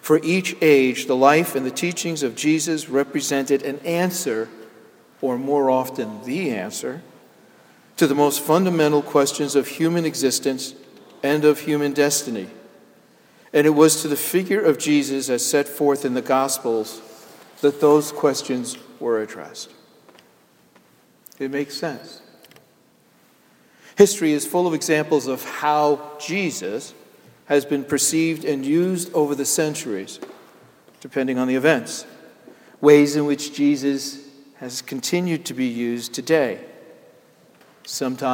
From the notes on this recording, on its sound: Sermon Delivered on Easter Sunday, Jan Hus Presbyterian Church and Neighborhood House, NYC